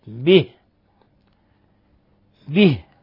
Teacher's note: لابد من بيان وإخلاص كسر الباء